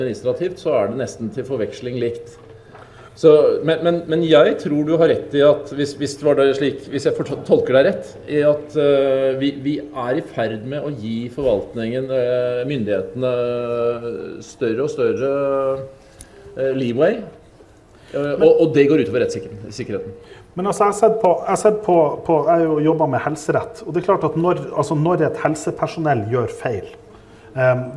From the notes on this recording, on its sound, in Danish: Live på Bazinga.